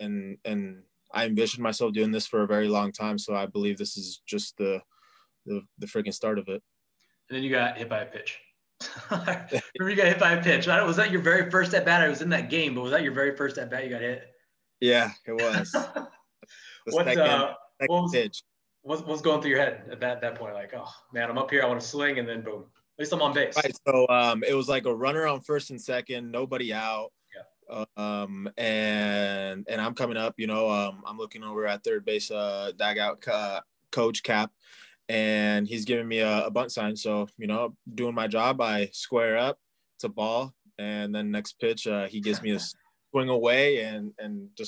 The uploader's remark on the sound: on Zoom